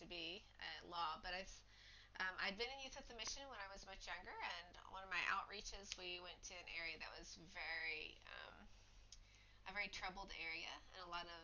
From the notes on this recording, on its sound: Keep listening, the sound will get better